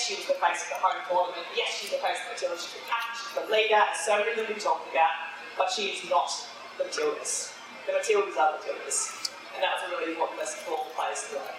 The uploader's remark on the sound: We're sorry for the audio quality of this live podcast recording. Recorded live from Yulli's Brews in Sydney!